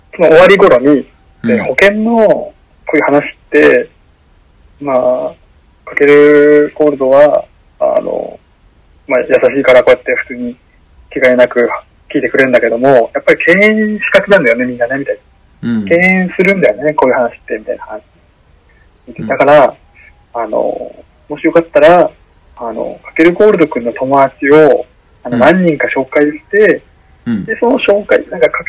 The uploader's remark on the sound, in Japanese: 電話収録の為音声が聞き取りにくい場合がございます。